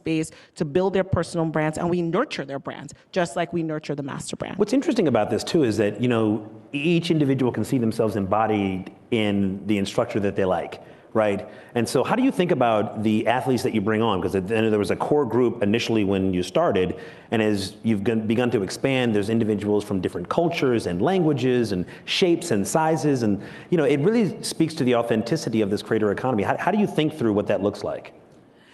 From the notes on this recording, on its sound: Recorded at AWNewYork 2021.